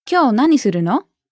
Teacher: Did you notice that the intonation of the の went up? So that indicates a question. · Term: rising intonation